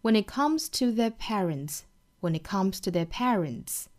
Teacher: When 和 it 连读成 when it comes,尾音特省掉。When it comes to their parents, when it comes to their